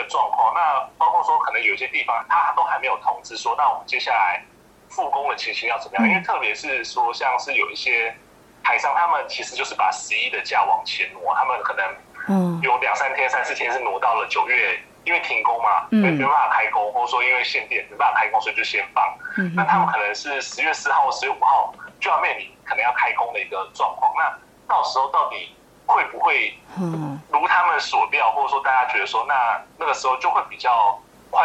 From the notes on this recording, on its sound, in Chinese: 連線訪問中央社駐上海記者